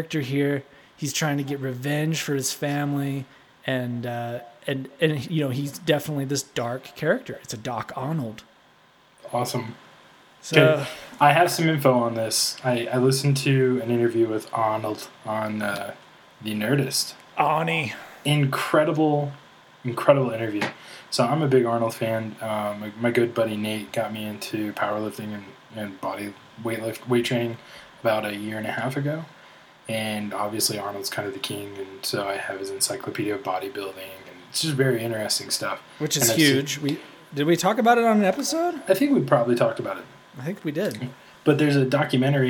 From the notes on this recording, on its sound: There is some funky echos going on in the episode.